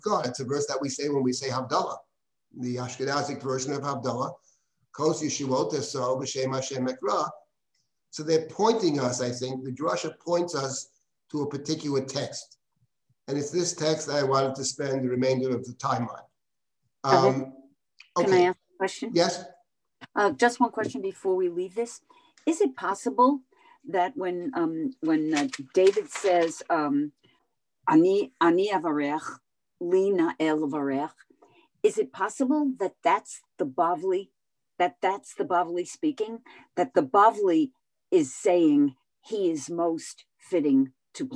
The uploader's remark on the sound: This audio was originally captured from Zoom